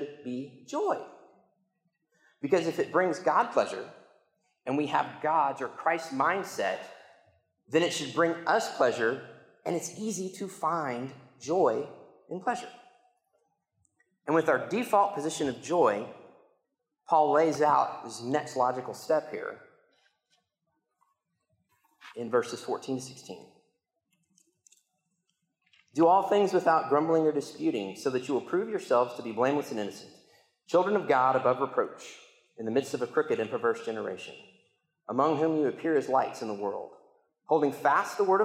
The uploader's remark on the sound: I got to preach the sermon in church this week, had the recording